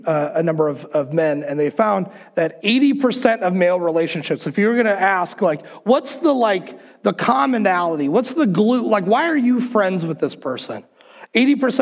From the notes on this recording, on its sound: Recorded on February 7th, 2021 at Word of Life Church in Le Sueur, MN.